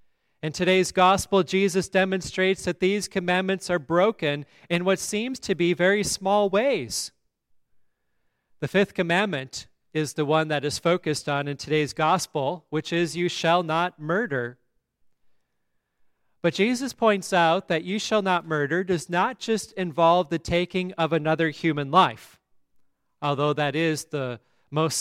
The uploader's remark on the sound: at Grace Lutheran Church, Lexington, MO